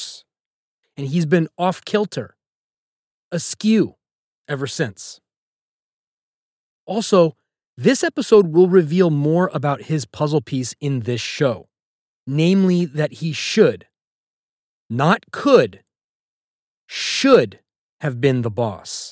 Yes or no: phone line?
no